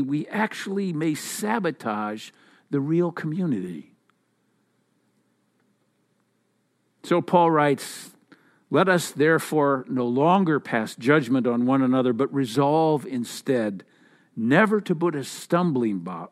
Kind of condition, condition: setting, large echoing room